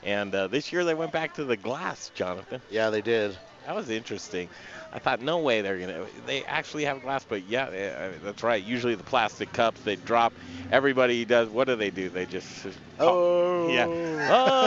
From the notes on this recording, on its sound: Colorado Beer Week! Briar Common Brewery and Eatery play host to Dedication Tattoo, and The Modern Eater Show for this live broadcast!